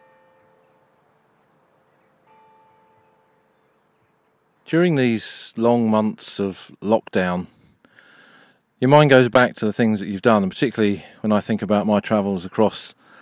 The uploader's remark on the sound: This weeks episode was recorded a few weeks ago whilst on the battlefields of Flanders. We visit a small cemetery in the fields near Boesinghe. Walk among the vast legion of unknown soldiers at Poelcapelle.